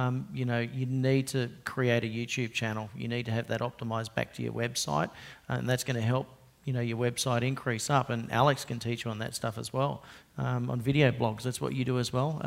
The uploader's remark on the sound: PM Grow Summit 2017 Panel. This was done as part of a live segment at the recent PM Grow Summit in West Palm Beach.